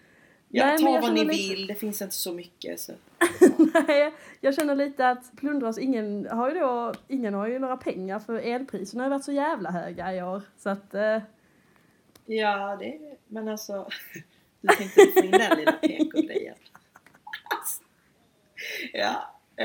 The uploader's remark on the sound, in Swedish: Ett flummigt pilotavsnitt med den fattigaste ljudutrustningen man kan hitta.